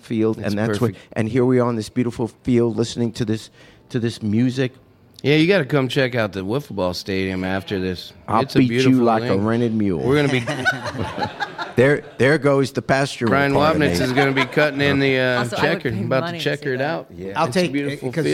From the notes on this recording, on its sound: Live from the Whispering Beard Festival in Friendship, Indiana part two.